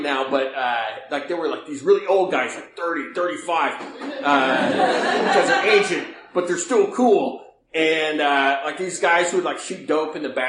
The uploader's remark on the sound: recorded in 2009 at the North Oakland AA Open speaker meeting held in Oakland California